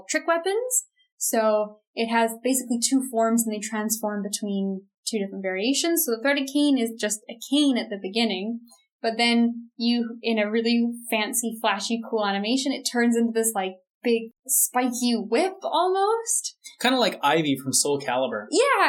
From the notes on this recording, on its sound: Apologies for the audio quality of this episode.